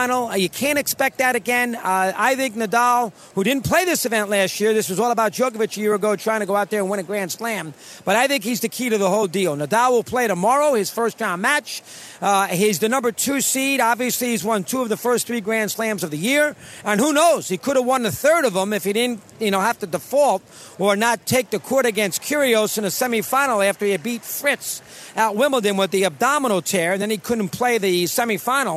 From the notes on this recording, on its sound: broadcasting LIVE from the opening day of the US Open